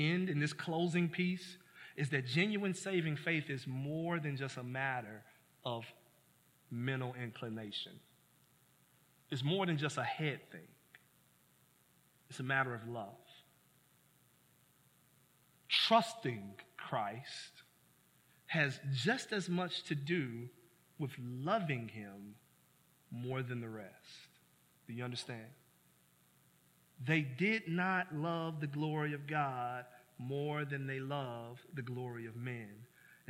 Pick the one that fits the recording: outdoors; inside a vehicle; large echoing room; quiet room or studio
large echoing room